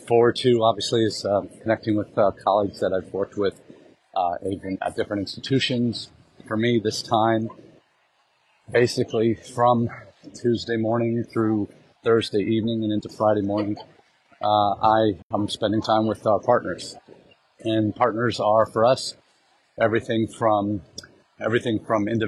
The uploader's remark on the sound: Our #intled #livechat comes to you from the Expo Hall at #NAFSA2023.